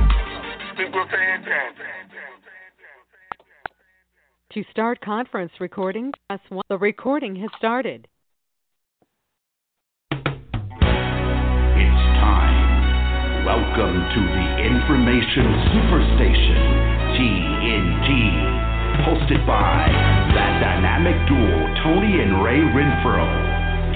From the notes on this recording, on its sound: TNTSuperfantastic Conference Call